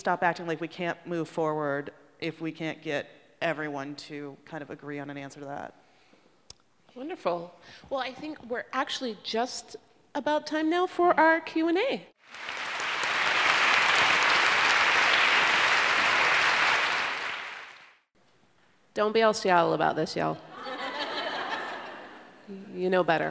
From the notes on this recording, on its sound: This “Nasty Women” book tour event was presented by Town Hall Seattle in partnership with NARAL Pro-Choice Washington at Seattle First Baptist Church.